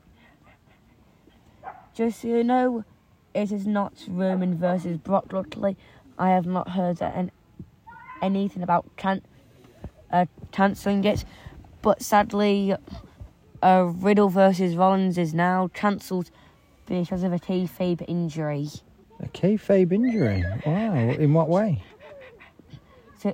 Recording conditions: sounds in the background